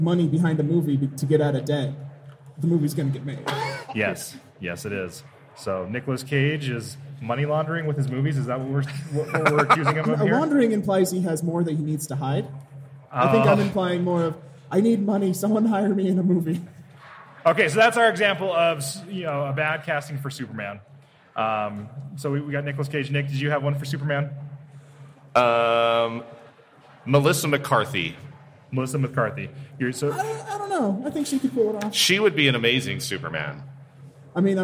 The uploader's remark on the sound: Live from Wasatch Comic Con!